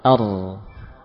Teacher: Suara ra tidak berhenti spontan, ya. Justru mengalir, tapi dalam mengalirkan suara ra itu jangan disertai dengan getaran yang terus berkelanjutan, ya. Getaran itu hanya di awal. · Term: sifat takrir